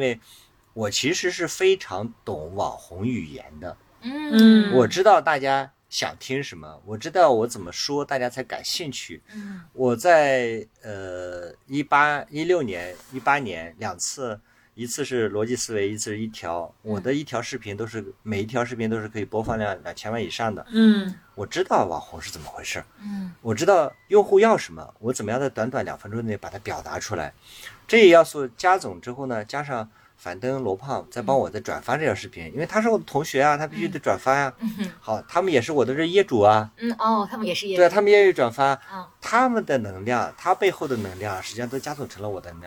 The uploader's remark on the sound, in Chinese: 这期我们难得离开北京城，到山中的营地中来。我们在特别的星谷营地，一掌接山中秋色，一掌接温暖室内的房车露台上。